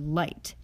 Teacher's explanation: To me, the diphthong I combines the vowel ah with the vowel i, whereas the diphthong in the word light sounds like a combination of the vowels uh and i. But according to most linguists, this is the same diphthong, a combination of the vowels ah and uh.